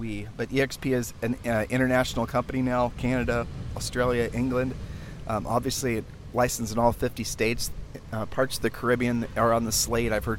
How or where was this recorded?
outdoors